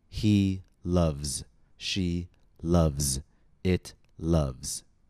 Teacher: This final S in loves is pronounced Z.